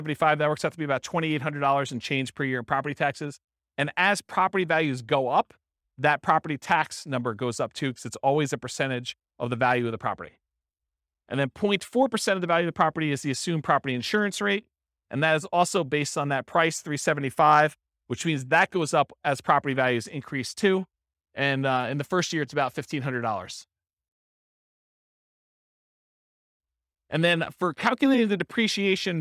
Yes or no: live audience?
yes